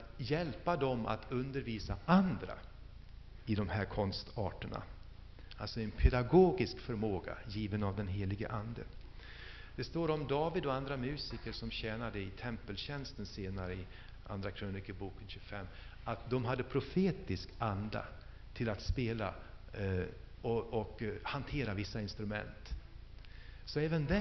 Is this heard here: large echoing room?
yes